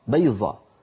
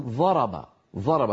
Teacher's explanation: يجعلون الضاد في كلامهم اليومي ظاء، فبدل من أن يقول الواحد منهم بيضة يقول بيضة بالظاء بيضة، وبدل من أن يقول ضرب يقول ضرب ضرب، فيستعملون طرف ألسنتهم بدل حافة اللسان يجدونه أسهل.